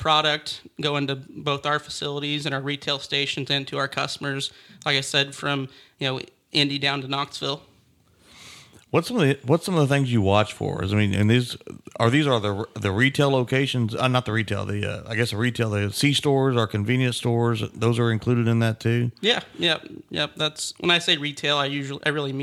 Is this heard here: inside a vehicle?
no